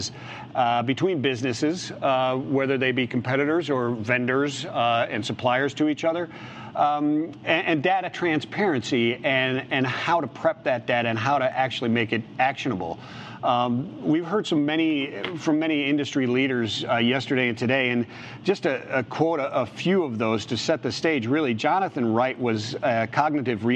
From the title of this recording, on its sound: LIVE from Global Trade Tech